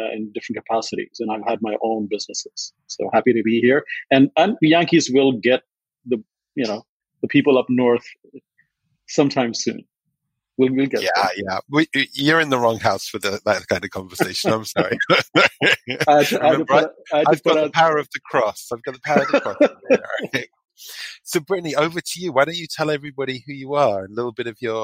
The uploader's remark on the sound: this episode was first recorded as a webinar in May 2020 and converted to a podcast